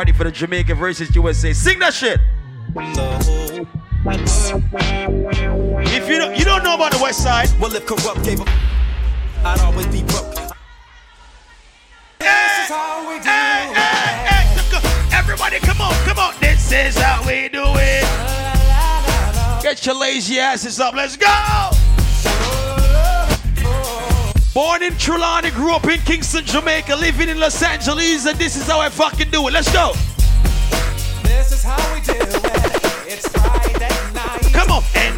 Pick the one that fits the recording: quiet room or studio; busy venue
busy venue